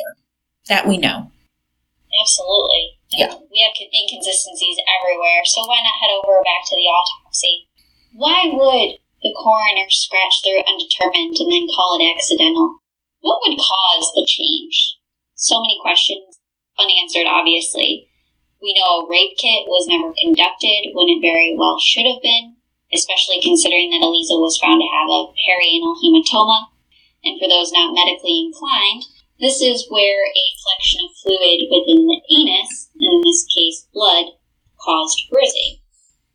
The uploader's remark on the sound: the sound is bumpy!